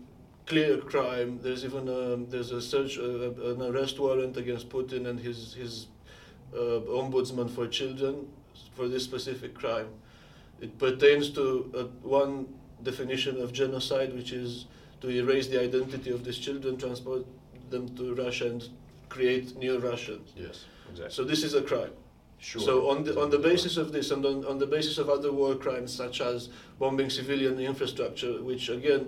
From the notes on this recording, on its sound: A podcast episode recorded in Kyiv on October 17 on the sidelines of a conference on the human rights abuses in Ukraine and Syria, organised by SUN (The Syria Ukraine Network), an NGO based in the US.